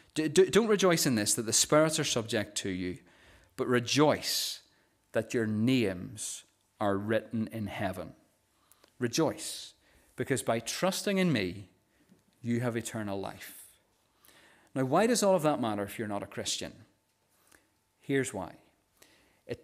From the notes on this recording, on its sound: The recording of the Bible reading and sermon from our morning service on Sunday 22nd October 2023.